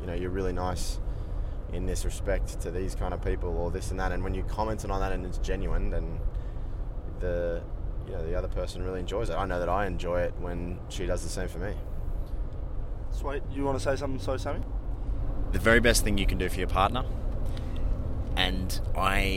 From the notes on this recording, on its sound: please excuse the background noise and odd jolt of the car